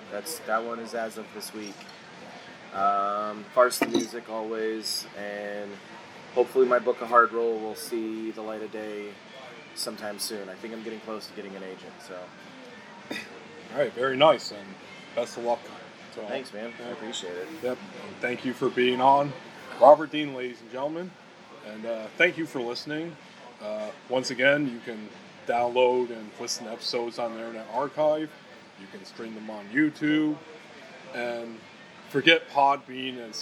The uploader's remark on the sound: Recorded at Bill's Bar and Burger in downtown Chicago on Sunday, April 28th, 2019.